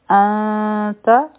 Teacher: مخکې چونکې تا ده نو اخفا به کو، او دا به لایټ اخفا وي، نری اخفا به وي